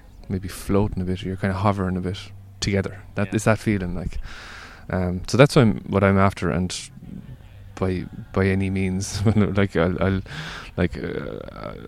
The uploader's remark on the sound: He played It Takes a Village festival in Trabolgan earlier this year - this interview was recorded by the beach the following afternoon from his raucous/informative set.